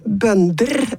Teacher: For ofte er det jo sånn at gamle tostavelsesord, som en bønne da, bønner, det er derfor det er tonem 2, for det bygger på et tostavelsesord. Mens bønder, det var et enstavelsesord i norrønt, og derfor har det enstavelses tonelag, eller tonem 1.